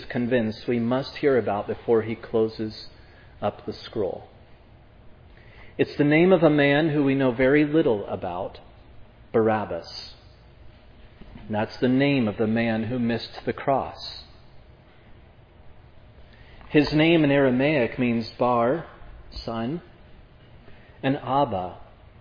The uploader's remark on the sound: This sermon was preached at Providence Church on August 21, 2022.